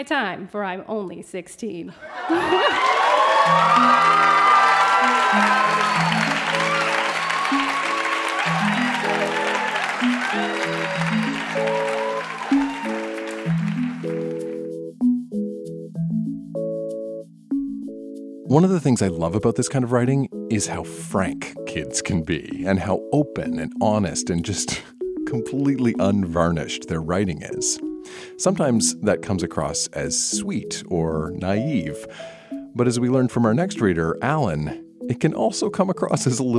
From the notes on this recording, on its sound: Recorded live at the Gladstone Hotel Ballroom in Toronto, ON.